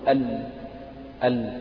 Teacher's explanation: نتيجة يعني اصطدام الحافة الأمامية للسان باللثة، فأصبح الصوت يعني في خروج من الجانبين · Term: صفة الانحراف